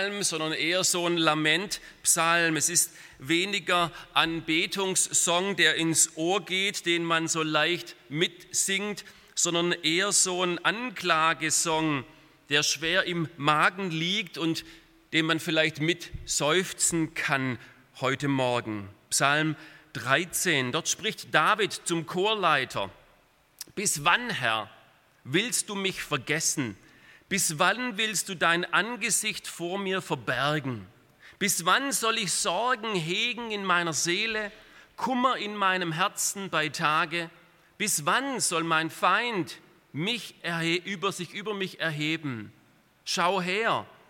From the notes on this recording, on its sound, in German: aus dem Gottesdienst der Liebenzeller Mission